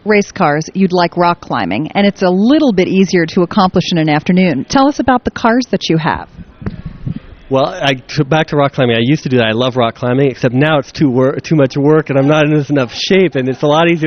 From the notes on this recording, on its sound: Live from ad:tech Chicago! Chats it up from the show floor, with attendees at ad:tech Chicago.